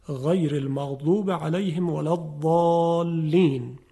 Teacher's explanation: خب حرف ضاد که شکل صاد نوشته میشه و یک نقطه روی اون میذارن، در مثال غیر المغضوب علیهم ولا الضالین، میخوایم ببینیم این حرف چگونه تلفظ میشه. در تلفظ حرف ضاد کناره زبان به کناره دندانهای آسیای بالا برخورد میکنه، کشیده میشه و واد تلفظ میشه.